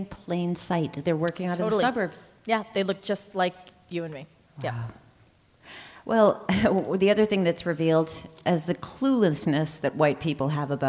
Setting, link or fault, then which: setting, live audience